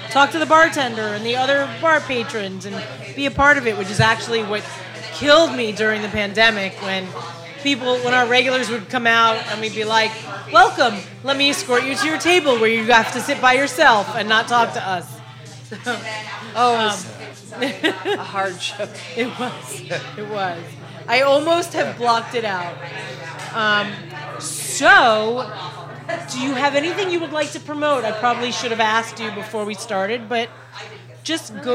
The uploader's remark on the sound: on a loud night at Hinterlands Bar